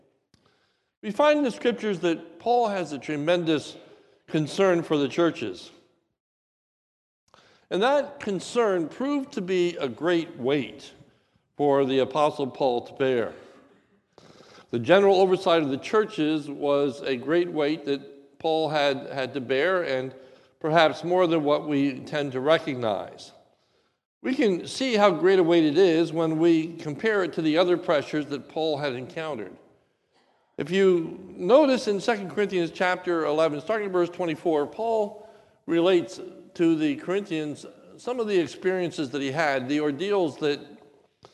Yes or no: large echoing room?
yes